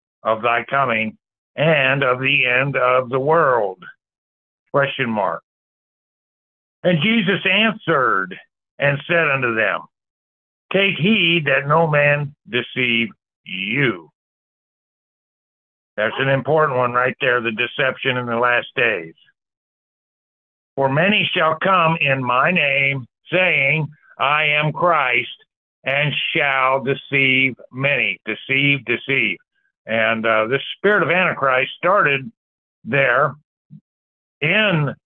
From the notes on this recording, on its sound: Church Call in Bible Study